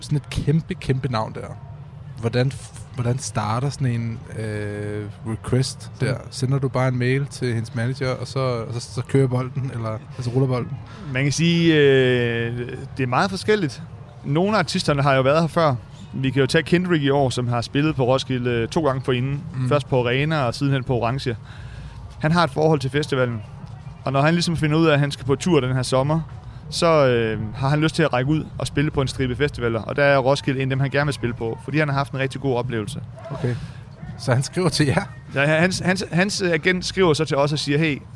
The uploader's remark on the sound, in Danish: 27 juni på Roskilde Festival